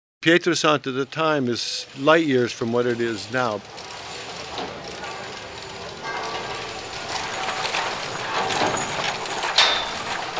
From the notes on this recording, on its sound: We settle down to chat outside. At a sheltered table with a spectacular view of the sea, from Pisa to La Spezia, and the never ending horizon. An exterior storage space against a yellow wall reveals shelves laden with maquettes and sculptures in various stages of completion. His house near Pietrasanta.